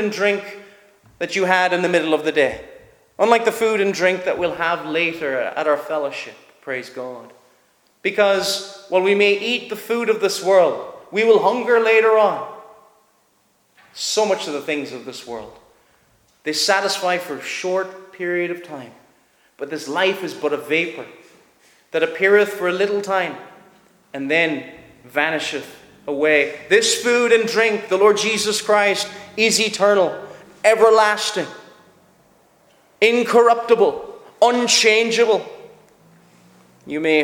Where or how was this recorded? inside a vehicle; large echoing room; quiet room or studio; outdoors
large echoing room